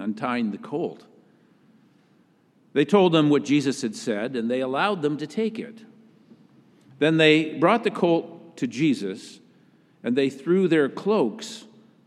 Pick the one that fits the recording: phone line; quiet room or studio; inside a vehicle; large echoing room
large echoing room